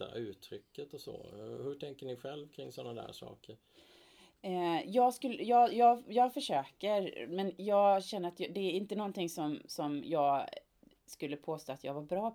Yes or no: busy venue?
no